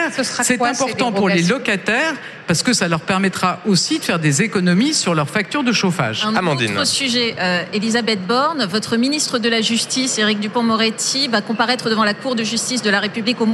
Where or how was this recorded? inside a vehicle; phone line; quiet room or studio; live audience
live audience